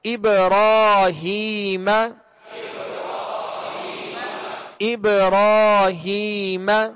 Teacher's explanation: اور یہاں با ساکن ہے لہذا اس کو ابراہیم نہیں بلکہ ابراہیم جی قلقلہ کر کے پڑھیں گے. اور را پر کھڑا زبر ہے تو را کو پر پڑھیں گے یعنی موٹا پڑھیں گے